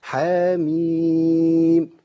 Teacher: يبقى عندي حا هتمد حركتين بس، تبقى حا وميم هتمد ست حركات · Term: المد اللازم الحرفي المخفف